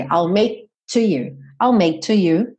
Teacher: Você sente lá a região da língua indo para trás, I'll make, só que você não solta o som. Já vai direto pro T.